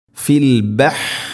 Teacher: ഹ തൊണ്ടയുടെ മധ്യഭാഗം മഖ്റജ്